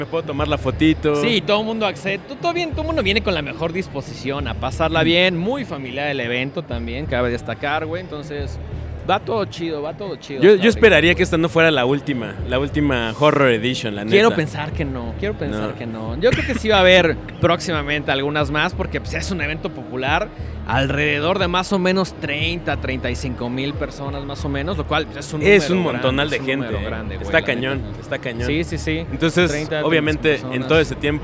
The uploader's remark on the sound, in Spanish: Primer programa grabado desde la Mole.